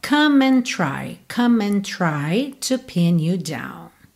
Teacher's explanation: o T de what junta no D de do como um som só